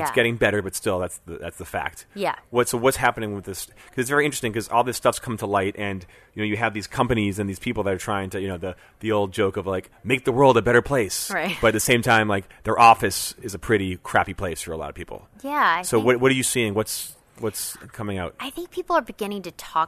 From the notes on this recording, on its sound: recorded at WebSummit in Portugal